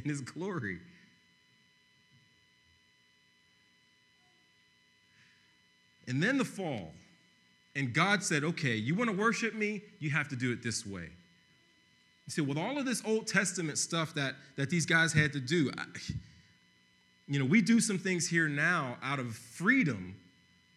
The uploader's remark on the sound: preached on November 22, 2015 at Veritas East